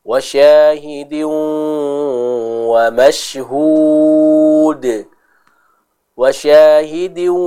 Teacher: kita baca dengan memasukkan suara kita kepada huruf waw dibarengi dengan bacaan gunnah, yaitu dibarengi dengan suara yang kita masukkan ke dalam hidung. Contohnya wa syahidin wa mashhud, wa syahidin, dimasukkan ke dalam hidung ya. · Term: idgham bi gunnah